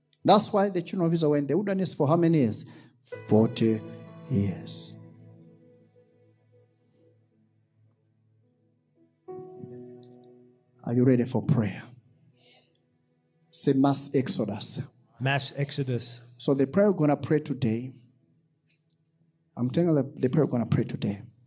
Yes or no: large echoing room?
yes